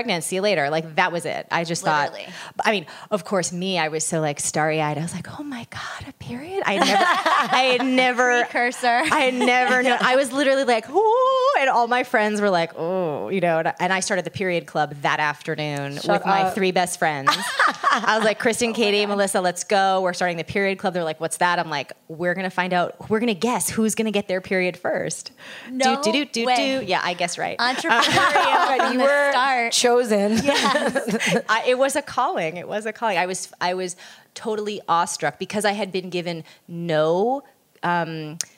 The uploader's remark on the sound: That’s So Retrograde Live from the Official SXSW Podcast Stage.